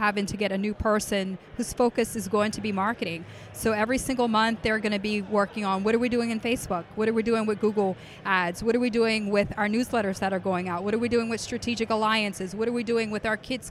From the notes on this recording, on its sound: we recorded this episode LIVE from Voices of Dentistry